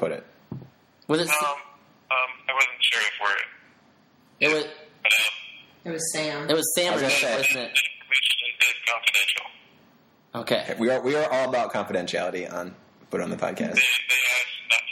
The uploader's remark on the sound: Live from House 1083 in the village. Over the phone.